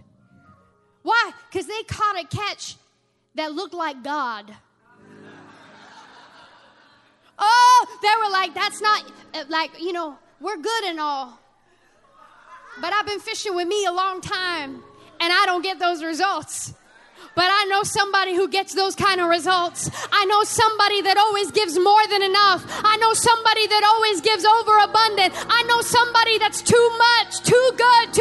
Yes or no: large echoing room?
yes